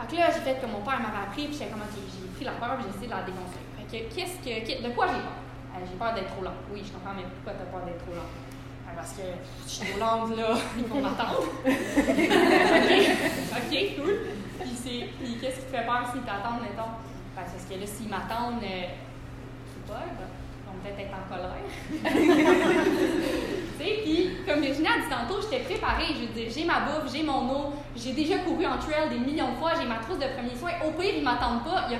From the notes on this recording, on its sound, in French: Une conférence offerte en 2019 lors de la tournée « Actually I can » en collaboration avec Arc’teryx, un événement alliant empowerment au féminin et aventures en plein air.